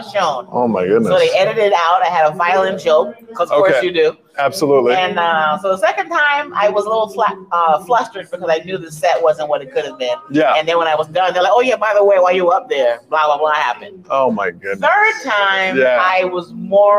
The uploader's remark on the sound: Live from The Comedy Cellar in Las Vegas